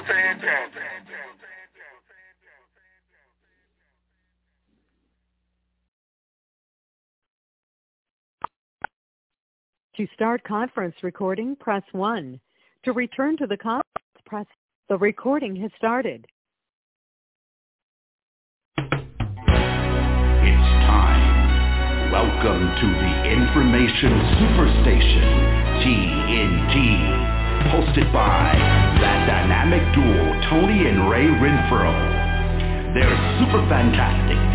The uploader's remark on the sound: TNTSuperfantastic Conference Call.